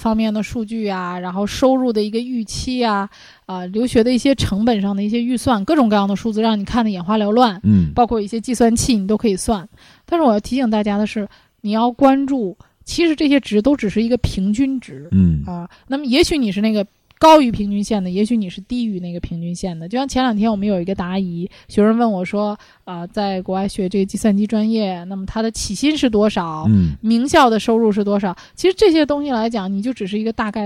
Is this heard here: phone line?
no